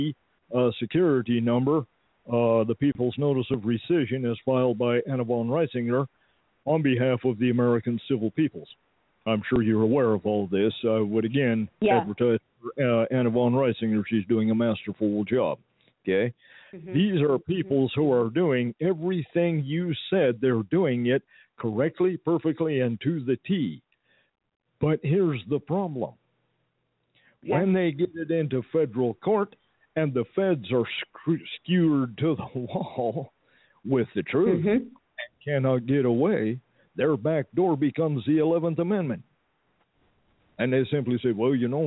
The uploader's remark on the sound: Phone calls will be taken!